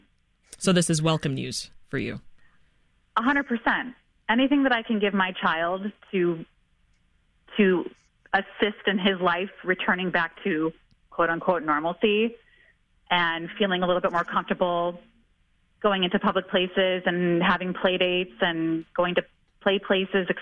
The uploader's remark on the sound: Reset checks in with a reporter covering the issue in the Chicago area and opens the phones to listeners.